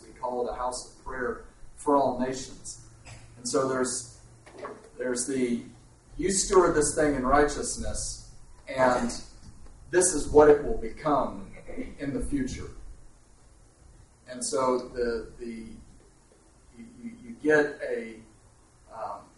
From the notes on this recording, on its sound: In this resource you hear various questions from the audience.